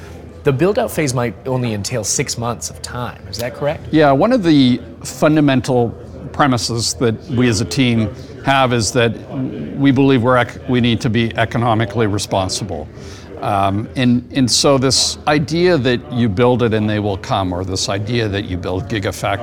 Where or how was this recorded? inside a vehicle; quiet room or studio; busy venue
busy venue